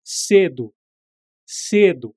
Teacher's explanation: É com E mais fechado, mas não tem acento na escrita